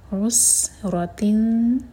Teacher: عین دومہ کے بعد سین پر ہوٹوں کو فلیٹ کر لیں